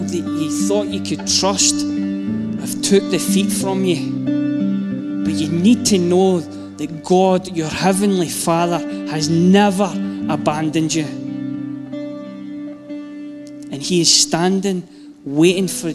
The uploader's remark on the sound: Live from our Sunday gathering.